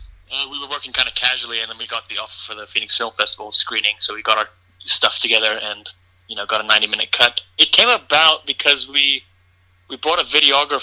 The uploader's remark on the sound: called in and chatted with me for a bit